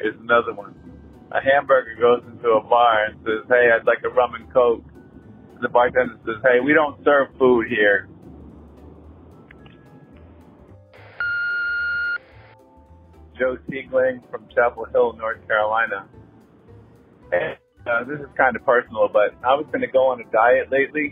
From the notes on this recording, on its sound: I have compiled jokes recorded by our listeners through my voicemail service over the past fortnight.